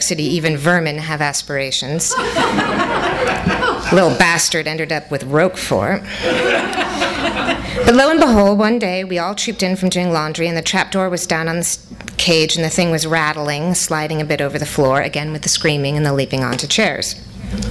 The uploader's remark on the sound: THIS EVENT WAS RECORDED LIVE AT SKYLIGHT BOOKS MAY 16, 2012.